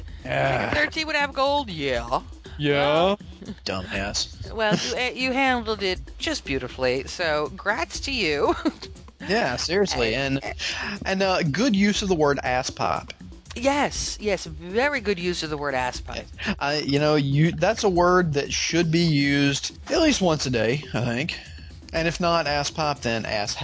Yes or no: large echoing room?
no